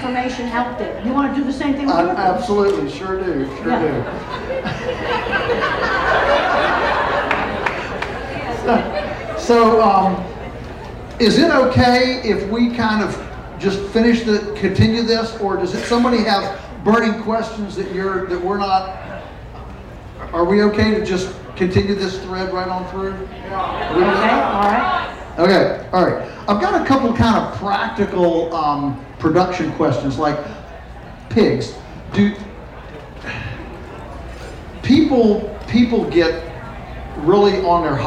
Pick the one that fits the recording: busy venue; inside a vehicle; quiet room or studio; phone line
busy venue